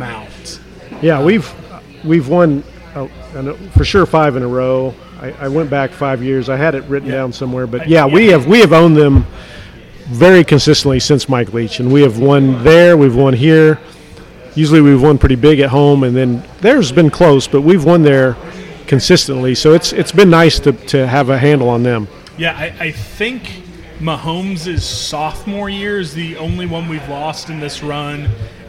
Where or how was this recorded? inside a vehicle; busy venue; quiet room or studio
busy venue